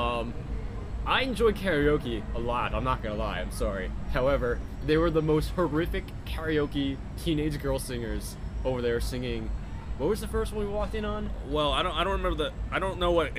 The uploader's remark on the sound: Live From Disneyland. This was recorded live throughout the night.